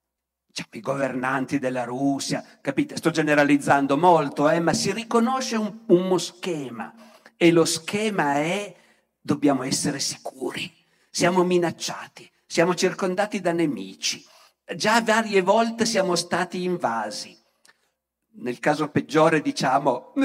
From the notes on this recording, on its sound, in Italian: (Torino, 2023). Al festival culturale di Askatasuna, dal titolo “Altri mondi/Altri modi”, iniziativa organizzata nell’ambito della campagna di solidarietà al centro sociale dopo le recenti proteste. Evento organizzato da Centro Sociale Askatasuna.